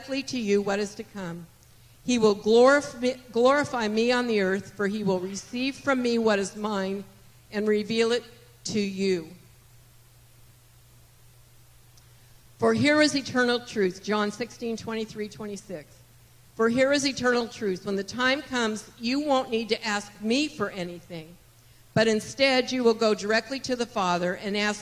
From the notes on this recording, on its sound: This message was recorded on May 28, 2023, at Gateway Church in Richmond, Indiana